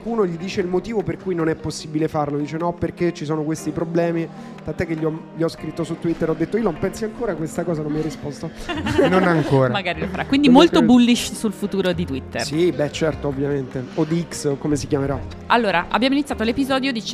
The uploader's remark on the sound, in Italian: In diretta dal Plan B Forum a Lugano